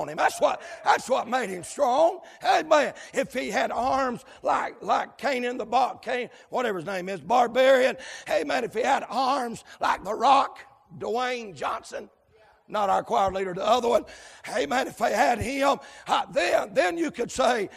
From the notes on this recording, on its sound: live, from Landrum Independent Baptist Church.